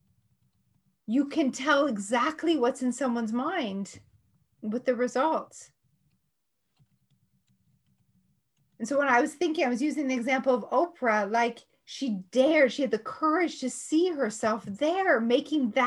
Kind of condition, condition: link, video call